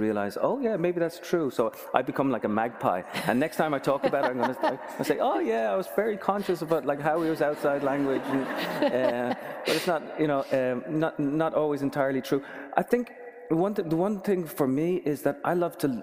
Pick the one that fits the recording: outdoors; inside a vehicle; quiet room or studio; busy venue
busy venue